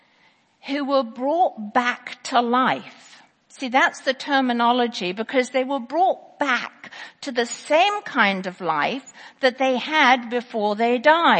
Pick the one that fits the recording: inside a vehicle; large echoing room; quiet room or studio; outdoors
large echoing room